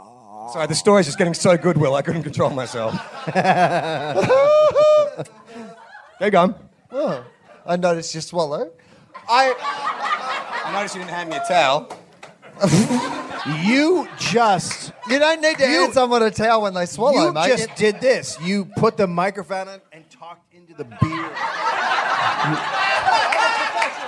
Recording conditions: live audience